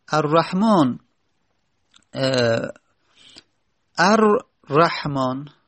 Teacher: اما لام تبدیل کردیم به را و را رو در را ادغام کردیم، پس شد الرحمن. پس را در تلفظ زدن دو تا شد.